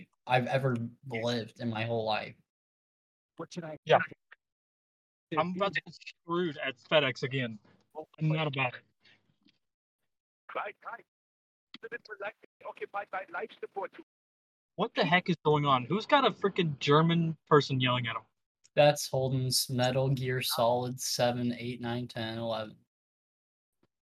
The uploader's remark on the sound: WE HAD TO RESTART 3 TIMES!!!! Our recording audio fucked and it had us fucked up so sorry for the short show and lack of conversations.